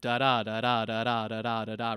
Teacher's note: 10 syllables per line with a unstressed, stressed sort of rhythmic pattern. So the opening line to Shakespeare's Sonnet 18 is, "Shall I compare thee to a summer's day?" So you get that sort of da-da-da-da-da-da-da-da-da-da rhythm to it. · Term: iambic pentameter